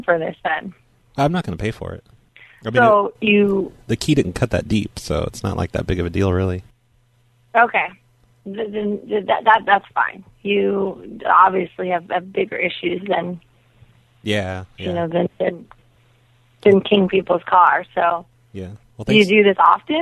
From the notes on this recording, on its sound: Prank Phone Calls